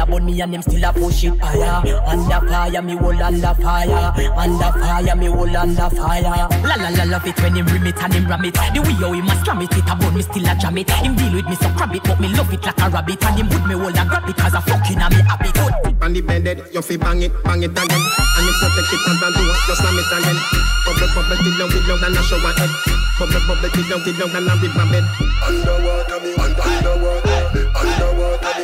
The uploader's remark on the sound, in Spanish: Este mix fue grabado en vivo en alguna playa de Guanacaste en media pandemia.